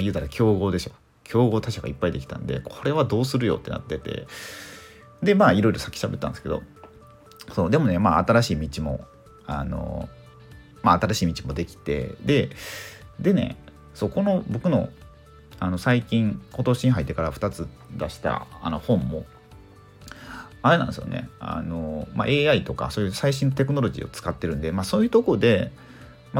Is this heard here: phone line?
no